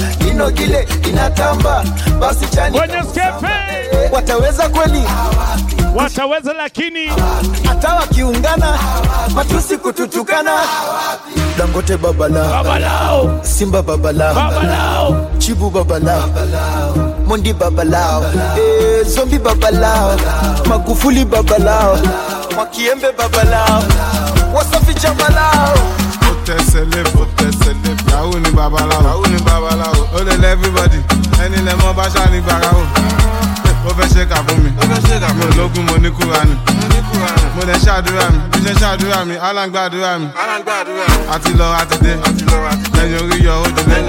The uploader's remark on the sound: Live at Blend Nairobi 2019